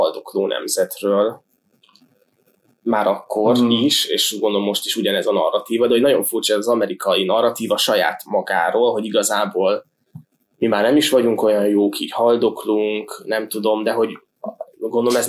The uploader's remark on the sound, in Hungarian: A hangminőségért sűrű elnézést kérünk, a rögzítőeszközünk nem volt a legmegfelelőbb!